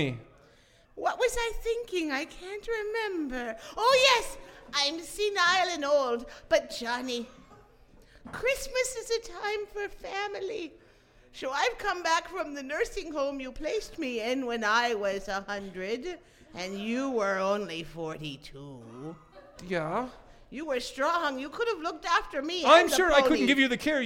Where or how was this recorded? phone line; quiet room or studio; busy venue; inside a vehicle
busy venue